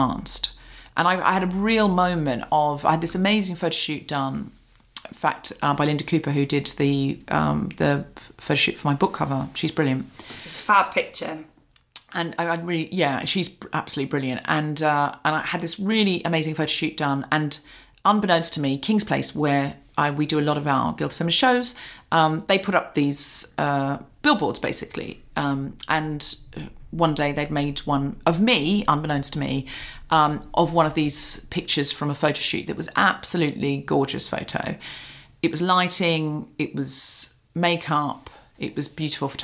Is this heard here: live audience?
no